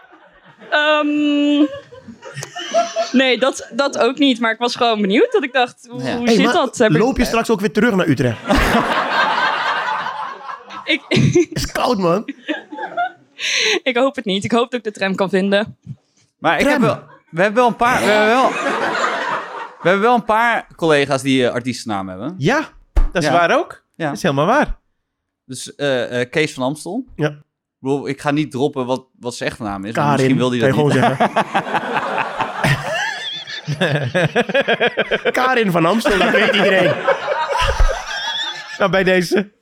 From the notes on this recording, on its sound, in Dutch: een heerlijke chaos met publiek